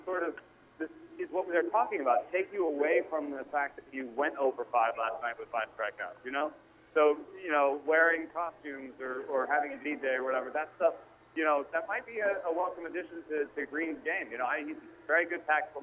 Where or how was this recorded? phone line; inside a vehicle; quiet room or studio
phone line